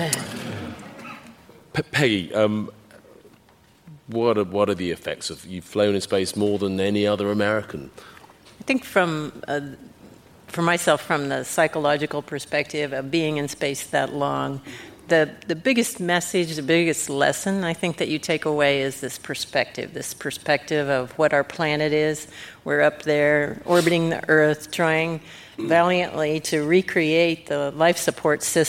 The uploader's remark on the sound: Live from Houston. The season finale comes from where President John F Kennedy made his famous Moon speech to rally the US behind the Apollo programme.